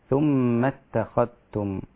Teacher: لو هتقرأ هذه الآية برواية شعبة تدغم الذال في التاء فتصير ثم اتخذتم هكذا